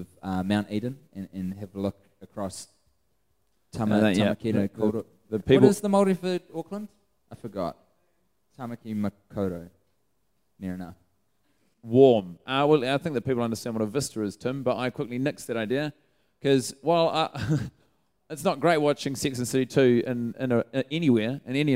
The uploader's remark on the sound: Recorded in front of a live audience in downtown Auckland at The Montecristo.